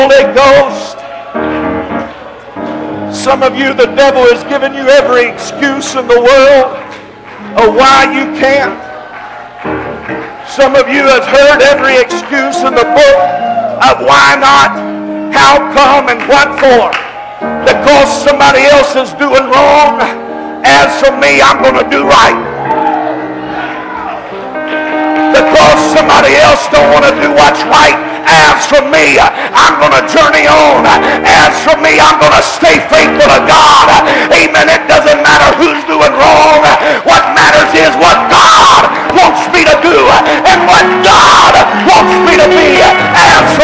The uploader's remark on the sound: This message is broadcast live from the First Pentecostal Church in Silsbee Texas